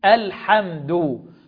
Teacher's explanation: الميم الساكنة لما يجي بعدها حرف الدال يبقى فيها إظهار شفوي · Term: الإظهار الشفوي